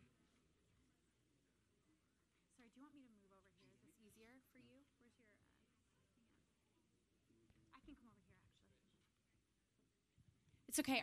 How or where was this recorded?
large echoing room